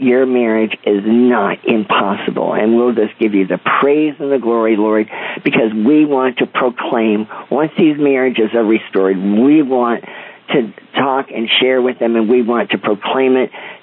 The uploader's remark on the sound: CONFERENCE CALL